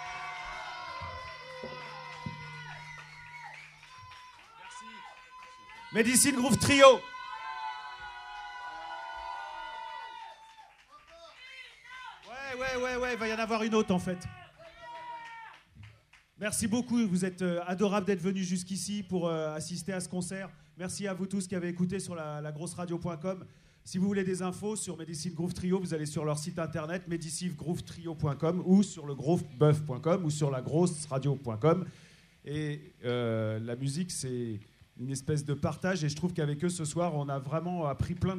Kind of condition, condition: setting, busy venue